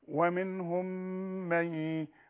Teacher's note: الميم مع ميم، اشبعيها في الغنة